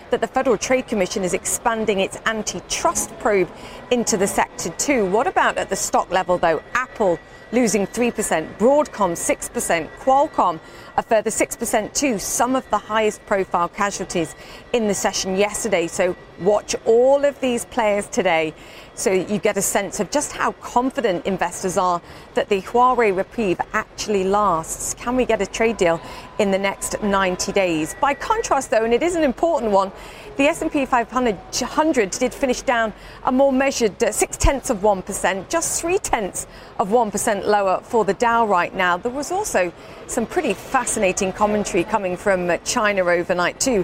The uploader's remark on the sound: live at the New York Stock Exchange